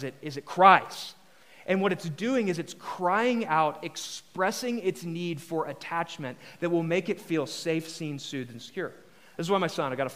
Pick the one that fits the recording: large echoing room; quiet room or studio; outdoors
large echoing room